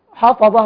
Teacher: والصواب أن الضاء وحدها هي المفخمة